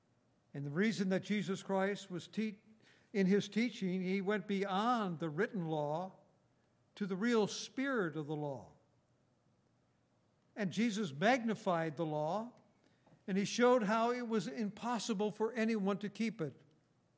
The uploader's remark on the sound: At Grace Bible Fellowship in Front Royal, VA.